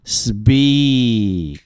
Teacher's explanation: 而英语这个一呢，它是口腔后部舌根上提向上挤发出的音啊